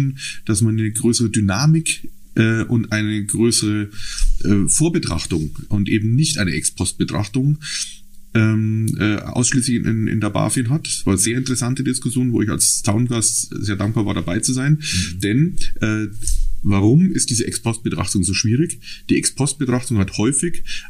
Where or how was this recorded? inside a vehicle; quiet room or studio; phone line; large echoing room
quiet room or studio